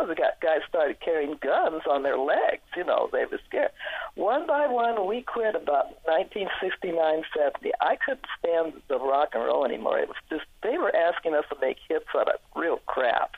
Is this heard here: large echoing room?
no